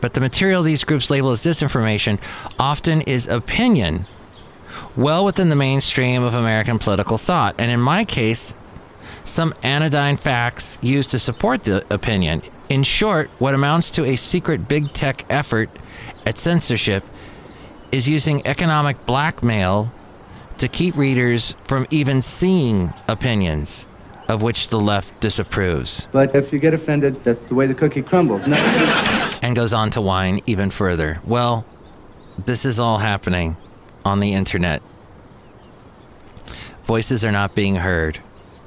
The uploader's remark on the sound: podcasts live from Cafe Anyway